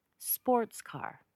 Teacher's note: I'm stressing the word sports because this is a compound noun.